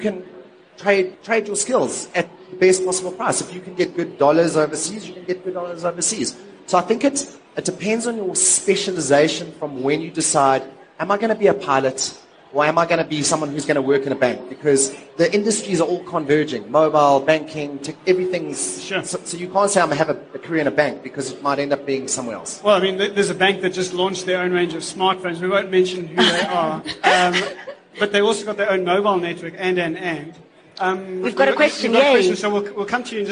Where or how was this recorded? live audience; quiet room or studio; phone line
live audience